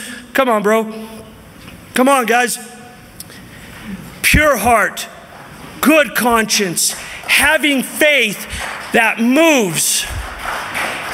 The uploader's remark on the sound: from the 2023 Southwest Men's Conference